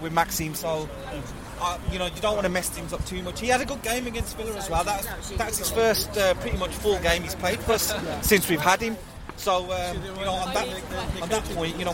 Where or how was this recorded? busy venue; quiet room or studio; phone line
busy venue